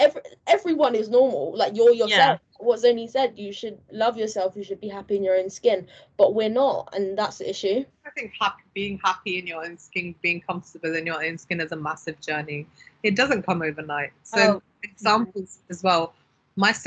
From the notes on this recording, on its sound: All podcasts are recorded over Microsoft teams and are within the guidelines of lockdown. This podcast was recorded during England's second lockdown.